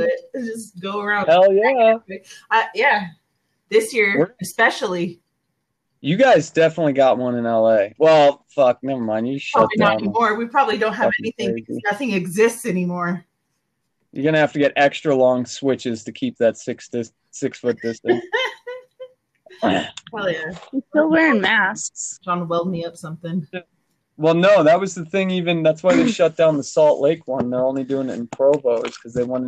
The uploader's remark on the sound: This Audio Is Super Fucked Up.